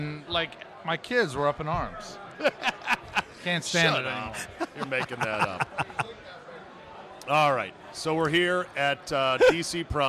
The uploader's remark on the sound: RECORDED LIVE at DC PRIME STEAKS in Ashburn VA.